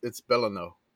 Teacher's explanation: I'm going to drop the S completely, and it's Bellano.